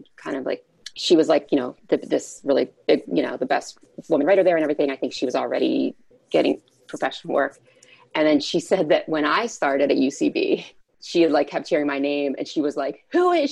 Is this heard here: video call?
yes